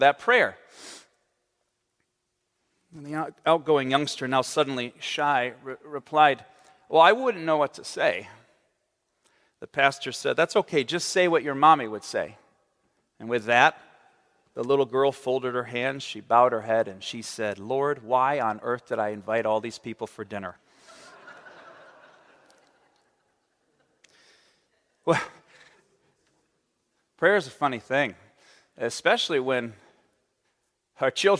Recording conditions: large echoing room